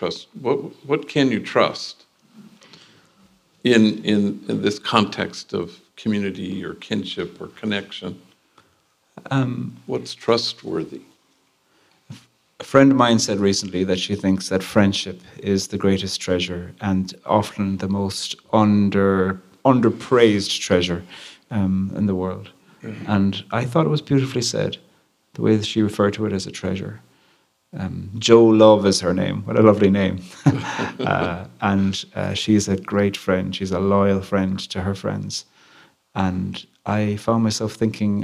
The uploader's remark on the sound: Recorded live at Calvary Episcopal Church, Memphis, each Wednesday evening.